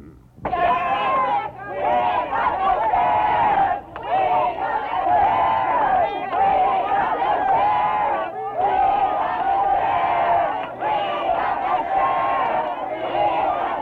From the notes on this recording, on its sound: Recorded during the 1963 unrest during the Civil Rights Movement in Cambridge, Maryland, these audio recordings capture the unedited sounds of both protesters and segregationists. In the first recording, there are protesters in front of the Dorchester County Courthouse singing.